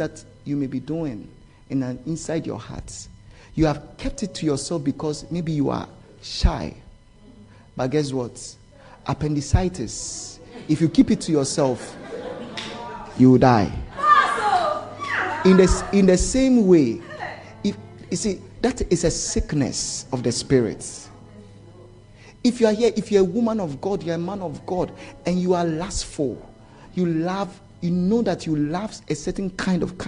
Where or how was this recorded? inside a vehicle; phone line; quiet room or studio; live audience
live audience